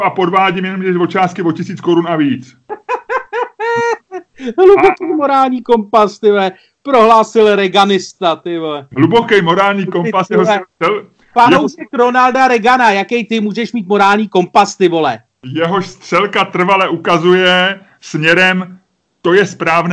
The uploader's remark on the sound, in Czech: Pozor, tento díl podcastu jsme natočili přes Skype.